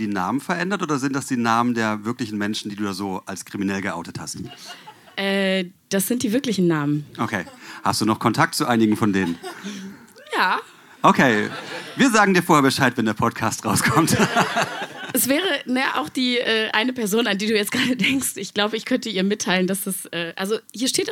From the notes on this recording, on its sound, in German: Auswahl der Beiträge von der „texte von gestern“-Liveshow. In der Wohngemeinschaft, Köln. Heißen Dank an die Wohngemeinschaft, unser tolles Publikum.